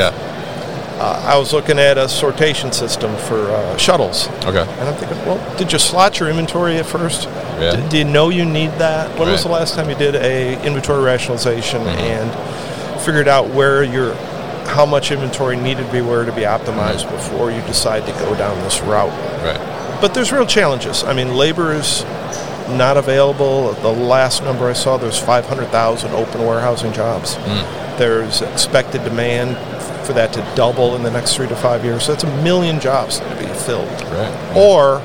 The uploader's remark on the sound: Open Sky Group at MODEX 2022